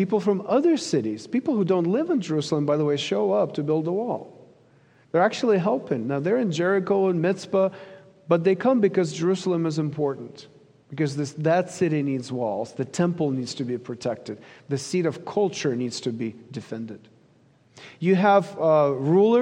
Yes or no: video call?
no